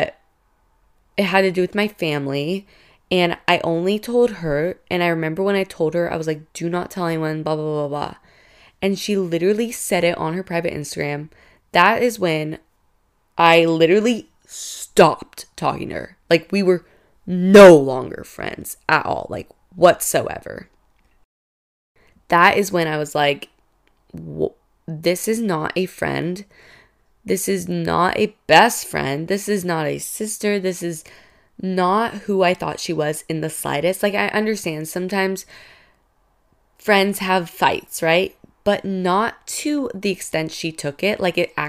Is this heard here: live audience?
no